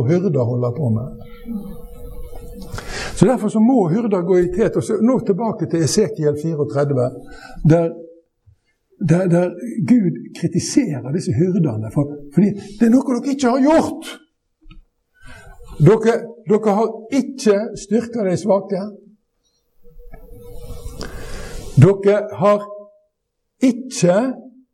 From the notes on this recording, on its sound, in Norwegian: Vi beklager at lydkvaliteten denne gangen er dårligere enn vanlig.